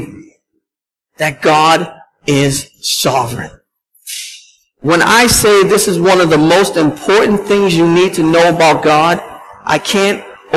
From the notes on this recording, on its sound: at Restoration Road Church in Wakefield, MA